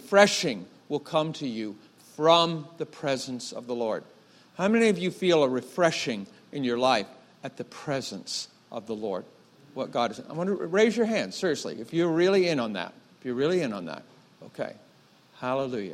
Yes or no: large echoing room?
yes